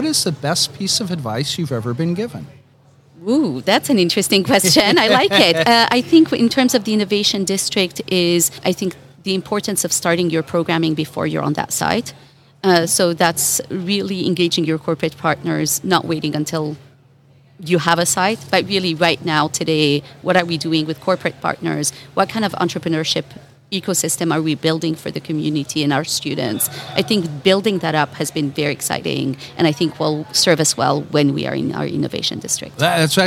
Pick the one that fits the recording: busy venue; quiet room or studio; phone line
busy venue